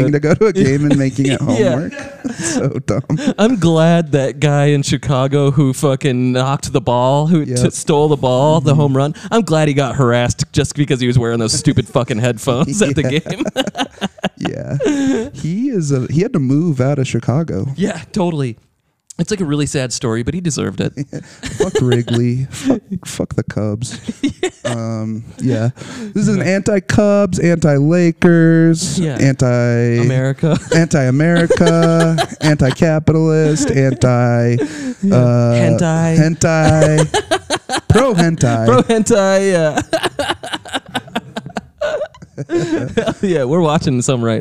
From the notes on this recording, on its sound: join the live studio audience